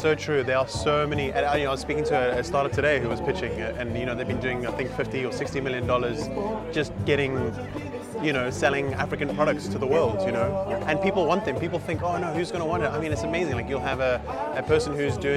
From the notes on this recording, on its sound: Was recorded at the AfricArena West African Summit in June 2021, held at The Raddison Sea Plaza hotel in Dakar. Throughout the conference, I chatted to as many stakeholders as possible.